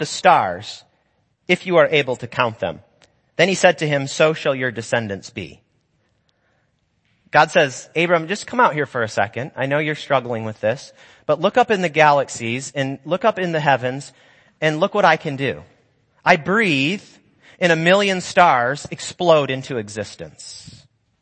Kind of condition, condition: setting, large echoing room